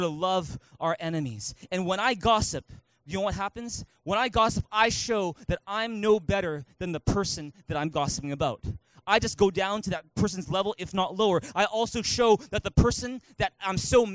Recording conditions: large echoing room